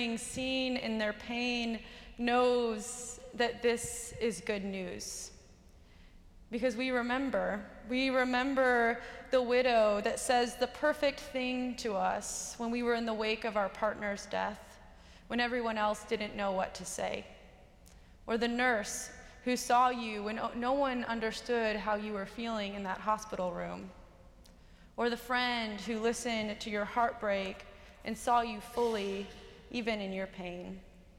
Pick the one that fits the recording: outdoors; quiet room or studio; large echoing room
large echoing room